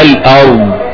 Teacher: الارض مين مفخمه، الهمزه ولا الراء؟ الراء، لكن الهمزه مرققه.